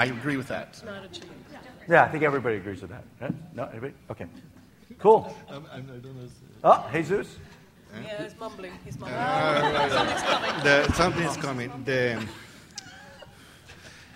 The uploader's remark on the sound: excerpt from the ClickerExpo 2010 panel discussion